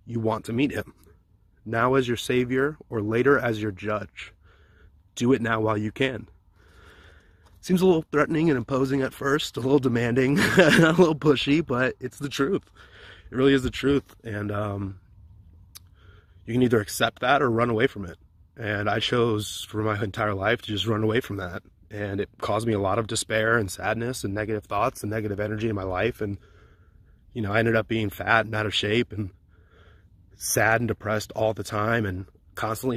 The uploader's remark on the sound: from my car